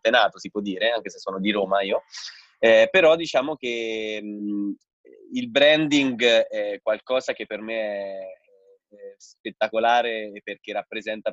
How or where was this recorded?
video call